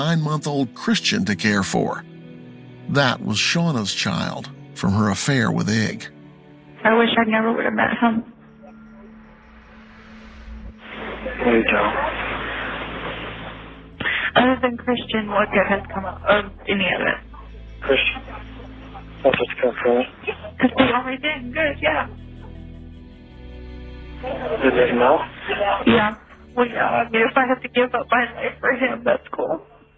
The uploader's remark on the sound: Recorded phone calls from a suspect in jail